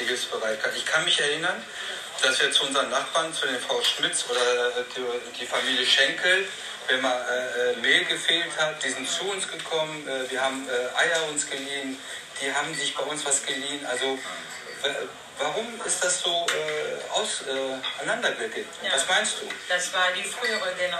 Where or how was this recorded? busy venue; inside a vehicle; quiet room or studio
busy venue